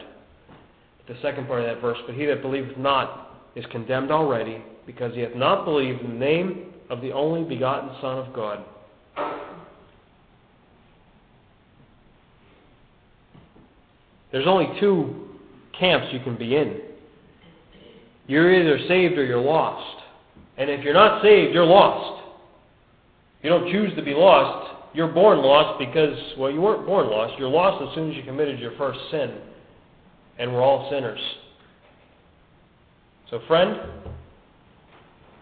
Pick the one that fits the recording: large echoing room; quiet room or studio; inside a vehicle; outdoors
large echoing room